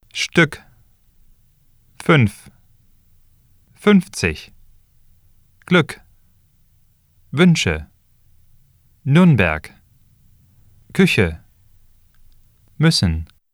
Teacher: To say a short ü, pronounce first a short e, as in ist, then round your lips as if saying a short u. The lips will be slightly more relaxed than when pronouncing the long ü.